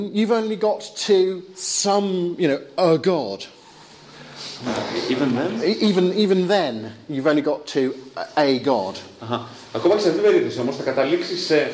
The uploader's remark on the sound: Lecture delivered with Greek translation in Athens' anarchist quarter.